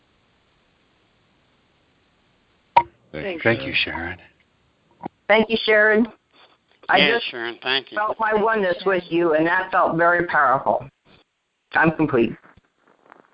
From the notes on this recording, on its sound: ACIM Daily TEXT Conference Call.